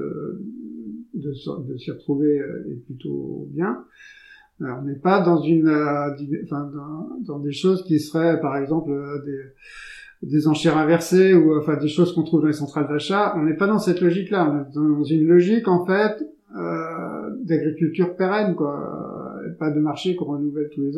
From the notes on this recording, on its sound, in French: j'ai rencontré un souci technique durant l'enregistrement de l'épisode d'où la qualité sonore médiocre